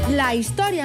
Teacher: La història no s'apostrofa perquè la i de principi de paraula és àtona